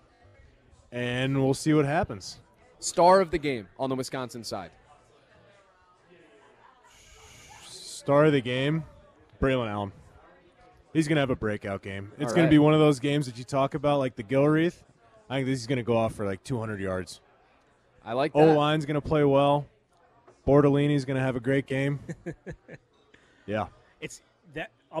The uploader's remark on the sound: live from Monk's Bar and Grill in Sun Praire